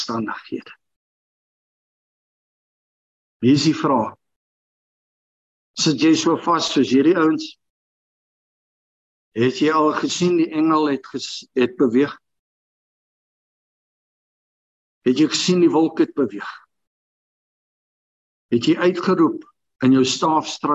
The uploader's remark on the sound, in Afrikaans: Manne van die Woord Zoom Byeenkoms 17 Maart 2022